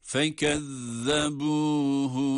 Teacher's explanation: Burada zal harfi var ki peltek okuyoruz.